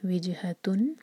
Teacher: جن پر قلقلہ اور سکون کے بعد ہا ہے تو ہا پر زور دیں گے. وِجْهَةٌ، اور تا پر جو دومہ کی تنوین ہے یہ لائک ایک کیپ سی لگی ہوئی ہے، یہ پہچان ہے اظہار کی، تو یہاں پر ٹائم نہیں دیں گے.